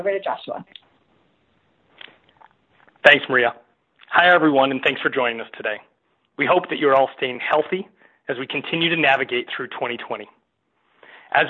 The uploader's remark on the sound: Q3 2020 Earnings Conference Call.